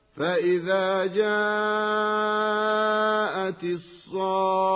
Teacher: أما كلمة الصاخة فالخاء ليست من حروف الغنة، وعلى هذا فمد الصاد قبلها مد لازم بمقدار 6 حركات ولا غنة بعد المد